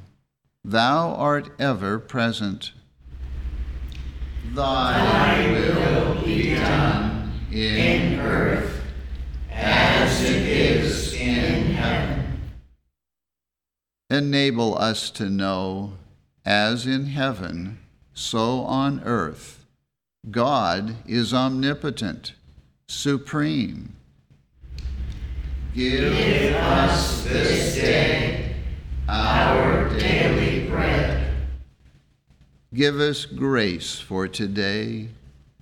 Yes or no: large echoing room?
yes